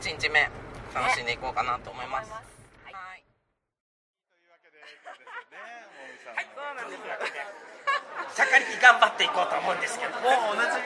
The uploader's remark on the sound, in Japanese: 九州ボードゲームカーニバル会場インタビュー！！会場の雰囲気をお伝えするために周りの騒音が入っていますが、ご了承ください！